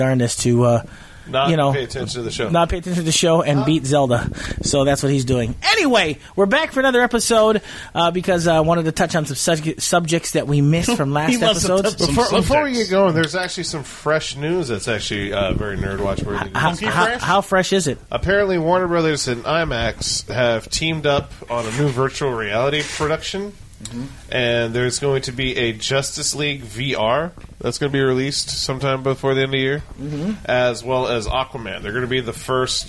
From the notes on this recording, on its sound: All recorded live Maui Comics & Collectibles.